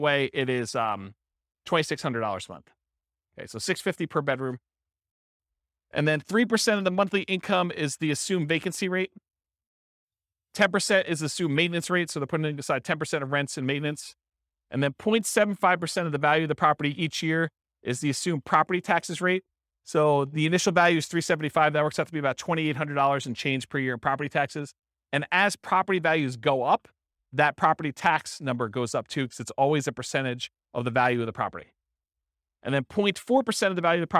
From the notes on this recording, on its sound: This was a live class recorded